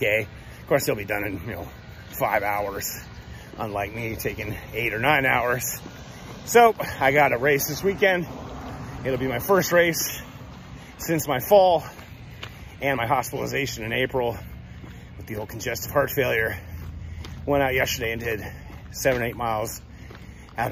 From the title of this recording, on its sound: Walk Talk